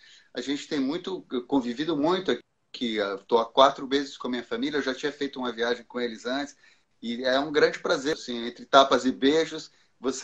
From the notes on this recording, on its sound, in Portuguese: ao vivo no instagram da Alvorada FM